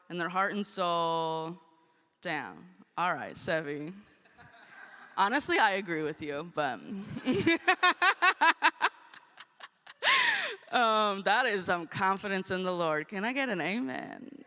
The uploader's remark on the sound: Guest Preaching at First United Methodist Church of Costa Mesa